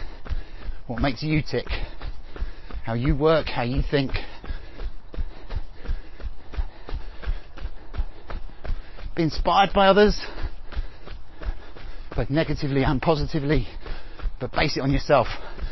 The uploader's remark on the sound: All recorded on the run.